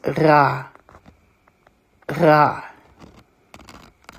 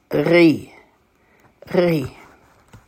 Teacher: doing the resh really low in your throat